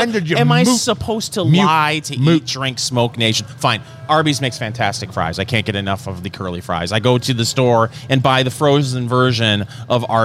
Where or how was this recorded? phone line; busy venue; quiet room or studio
busy venue